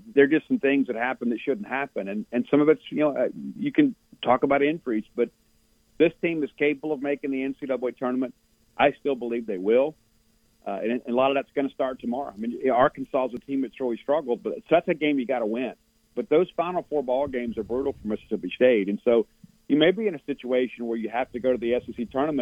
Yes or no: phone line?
yes